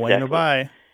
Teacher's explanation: it's bueno bye with the B barely pronounced